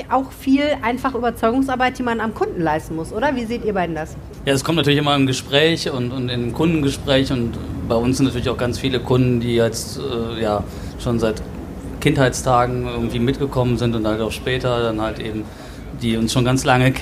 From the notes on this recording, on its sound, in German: Darum ging es bei Rheinpegel LIVE am Stadtstrand im Oktober. Haben wir uns am Rheinufer getroffen.